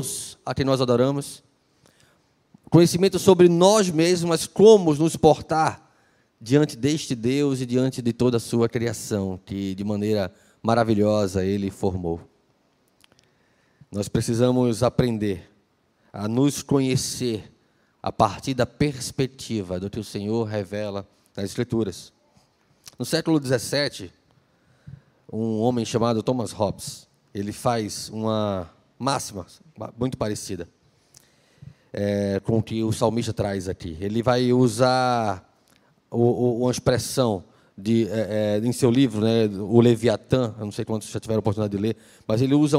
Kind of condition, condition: setting, large echoing room